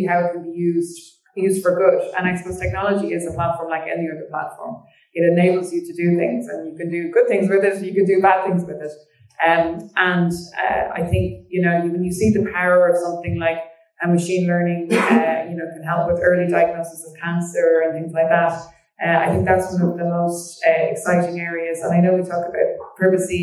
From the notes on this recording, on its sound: Apologies for audio quality